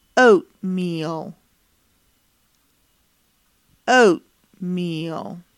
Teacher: smile wide as you say meal, holding that long E sound for just a second before dropping your jaw slightly to say the ul sound at the end of the word. You end the word with a quick schwa sound followed by an unreleased L.